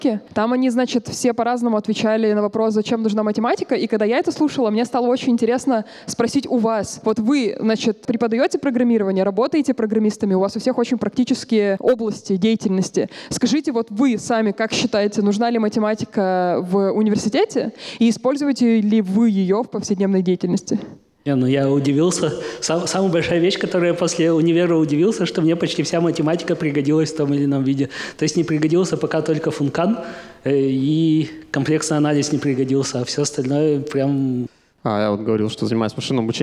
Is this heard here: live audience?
yes